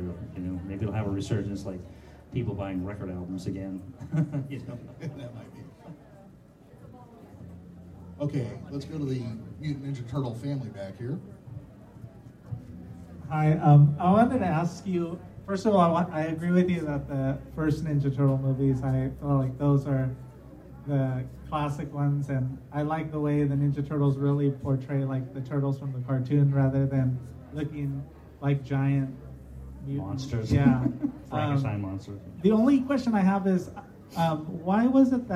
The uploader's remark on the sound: moderated a Q and A panel at Tracy Comic Show